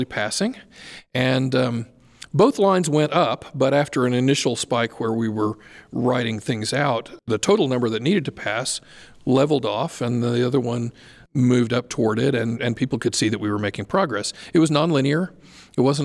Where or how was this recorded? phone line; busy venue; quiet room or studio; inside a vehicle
busy venue